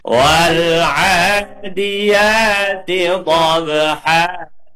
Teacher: Hanya harus dibaca pendek, panjangnya sama dengan wal'a. · Term: mad iwat